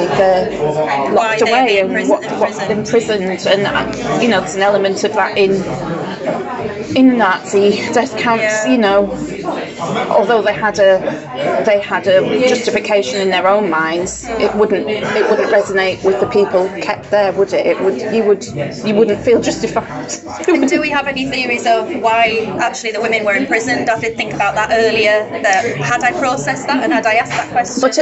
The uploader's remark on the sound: Kindly hosted by Sortie Charcuterie and Bar, Darlington.